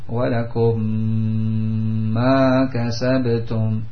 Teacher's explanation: Mim sukun ini diidghamkan, dimasukkan, dijadikan satu kepada mim yang berada setelahnya. Oleh karena itu dimudahkan dalam penulisan mushaf dengan diberikan tasydid kepada mim yang kedua, ya, diberikan tasydid kepada mim yang kedua. · Term: idgham mithlaini saghir